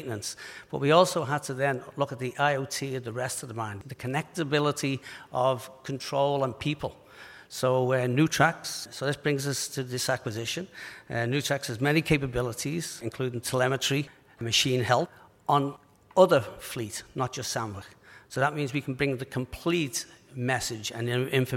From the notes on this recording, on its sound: The discussion was recorded live at The Northern Miner‘s Canadian Mining Symposium held at Canada House in London, U.K., on May 22, 2019.